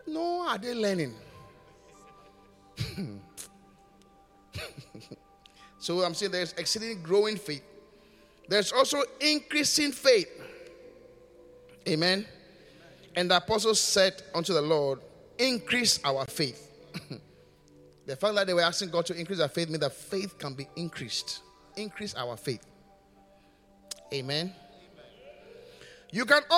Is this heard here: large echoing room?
yes